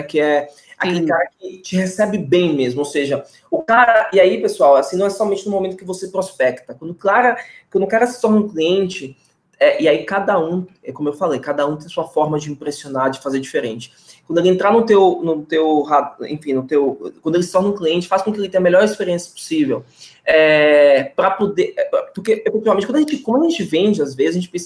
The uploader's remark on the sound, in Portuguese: Conteúdo originalmente produzido para webinar ao vivo da iugu.